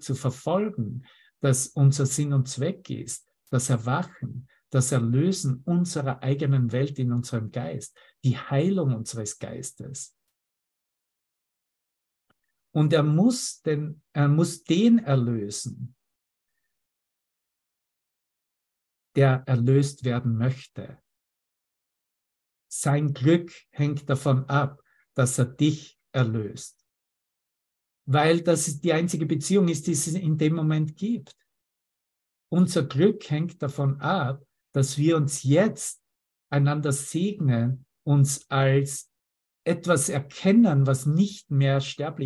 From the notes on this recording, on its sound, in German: Zoom-Session. Veranstaltet von der Aleph Akademie.